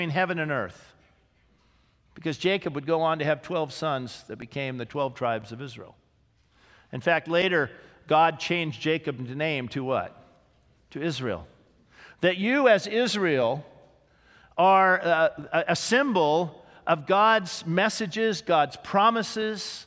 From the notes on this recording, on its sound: This sermon was originally preached on May 6, 2018, at Grace Baptist Church in Santa Clarita, CA